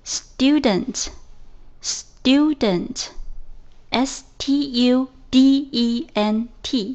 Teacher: 注意这里虽然是 tu,但是不能读成 tu,而是 du, student,而不是 student。这是因为英文中有这样的规律，就是像 t, p, k 这样的爆破音呢，放在 s 这个音节后面的话，要变成相应的浊音。那 t 就要变成 d, p 就要变成 b, k 要变成 g。其他的音节我们遇到的时候再深入分析一下，今天我们只学